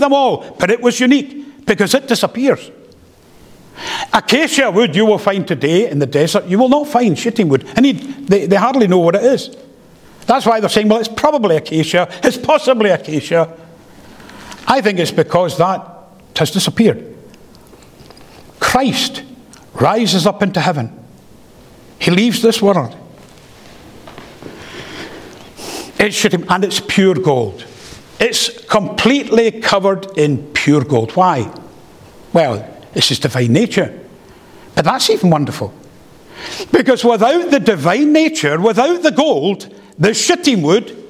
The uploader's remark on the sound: The first paper delivered at the Free Southern Presbytery Colloquium held in Knightswood Free Church -Continuing-, Glasgow